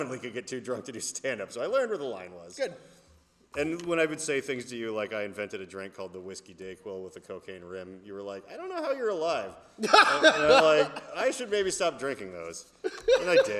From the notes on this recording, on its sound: We recorded this in a live theater